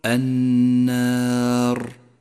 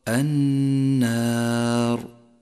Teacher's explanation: لا تكرر حرف الراء من كلمة النار، فالمطلوب راء واحدة لا أكثر · Shown in: second take · فخطأ أن تقول النار والصواب النار.